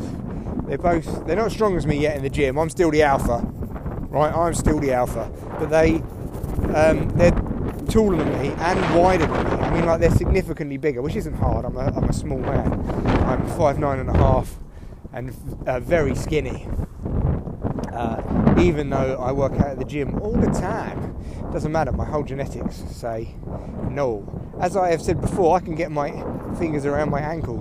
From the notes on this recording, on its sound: Yes it’s very windy but it’s an adventure in audio.